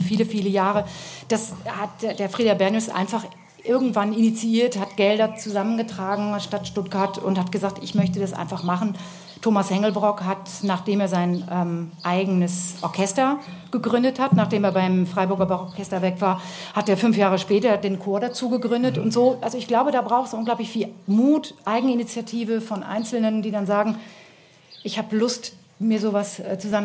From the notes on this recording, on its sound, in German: Live vom Vokalfestival Totzenbach